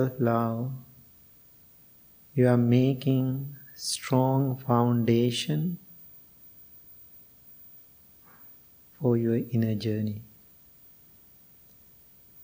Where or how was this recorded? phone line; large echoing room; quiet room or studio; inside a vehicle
large echoing room